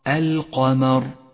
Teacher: انتبه إلى تفخيم القاف وترقيق الميم ولا تخلط بين الصفات، فخم القاف ورقق الميم، أي هكذا.